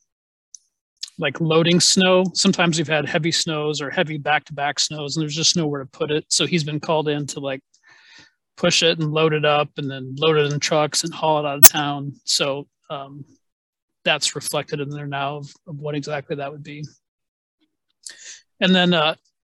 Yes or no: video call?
yes